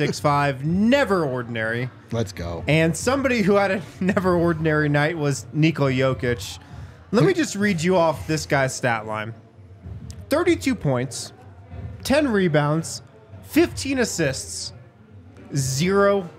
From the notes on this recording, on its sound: come to you LIVE from the DNVR bar